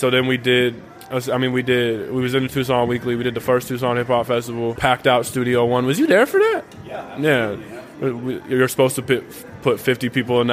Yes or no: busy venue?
yes